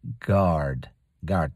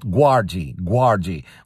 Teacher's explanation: So even though it is with G, U, it's a hard G, and you don't pronounce the U basically · Shown in: first take